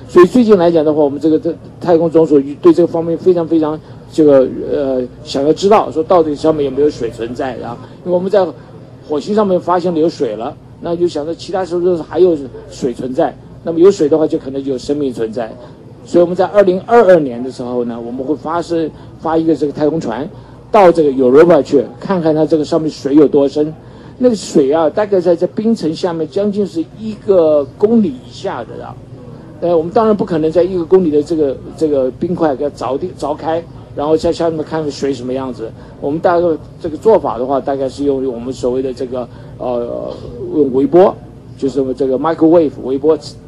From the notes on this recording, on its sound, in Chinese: 现场Live JPL Open House。